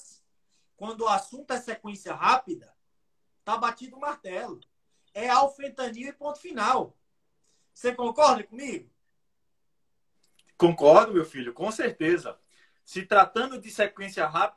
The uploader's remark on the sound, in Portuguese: a nossa SEGUNDA LIVE no Instagram